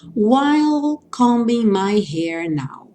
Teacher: While vai ter a finalização igual do little, ou seja, com L no céu da boca e o E não pronunciado